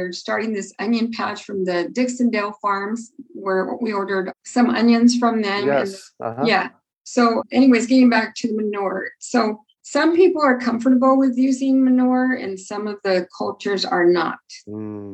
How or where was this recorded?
video call